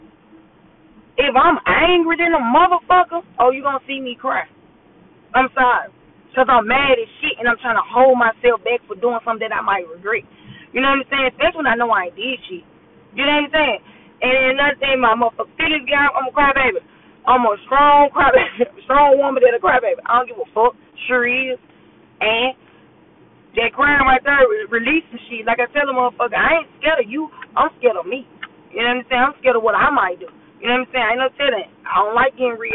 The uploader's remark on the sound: Excuse the yo and down sound I was driving to work